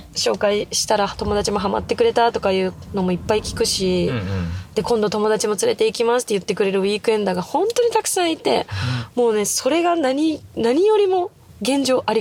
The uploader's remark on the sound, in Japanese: 興奮冷めやらぬ帰りの車内にて収録した